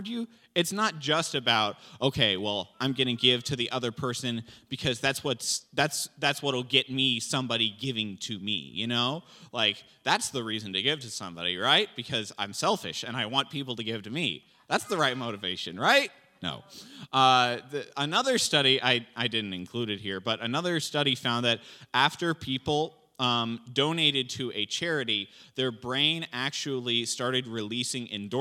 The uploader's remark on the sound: This JAT was recorded live on February 13th, 2022 at Newark United Pentecostal Church.